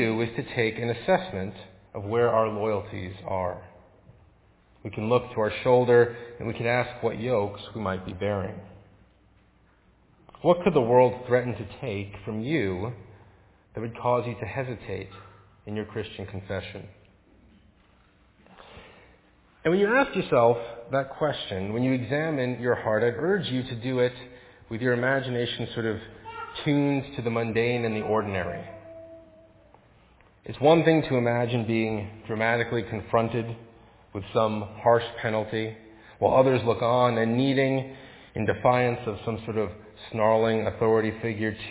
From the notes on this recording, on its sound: Faith Presbyterian Church – Evening Service